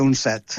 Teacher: Uns diuen set, uns diuen set, i jo recomanaria pronunciar set en veu oberta perquè les paraules noves monosilàbiques tendeixen a la vocal oberta, a la E oberta i a la O oberta.